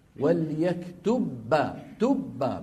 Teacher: بحيث الباء الأولى تدخل في الباء الثانية فيصيران باء واحدة مشددة. هذا إظهاره، إظهار الباء الأولى عند الثانية فاسد لغة، ومن باب أولى يكون فاسد إيش؟